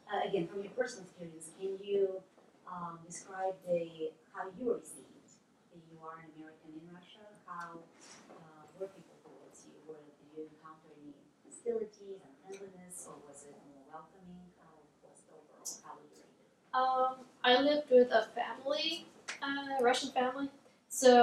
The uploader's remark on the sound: This lecture was presented on August 3, 2017. At the Institute of World Politics.